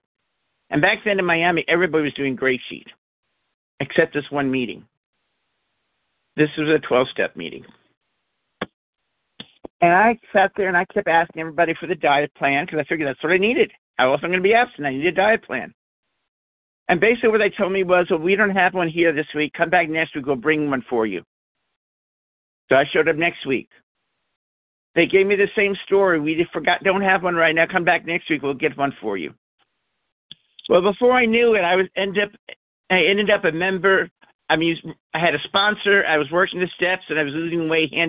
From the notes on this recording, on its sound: 100 Pounders Phone Meeting